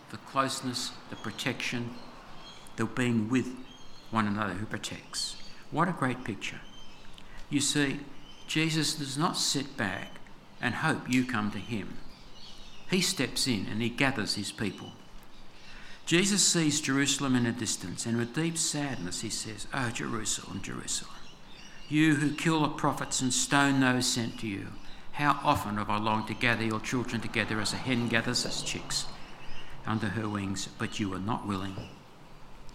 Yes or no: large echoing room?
yes